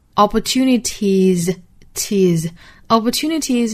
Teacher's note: Opportunity 这个词变复数的话呢，尾部是变 y 为 i 加 es,所以它的尾部发音呢应该是要读浊音的